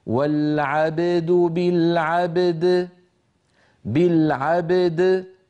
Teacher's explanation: ففي مثل هذه الحالة علينا أن نحرص على بيان كل منهما هكذا والعبد بالعبد بالعبد، فنقلقل الباء ونقلقل الدال · Term: قلقلة